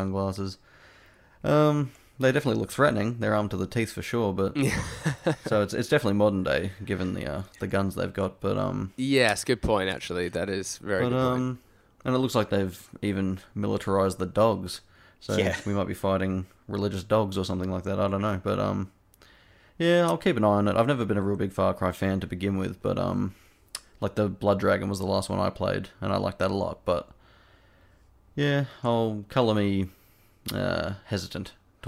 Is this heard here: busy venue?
no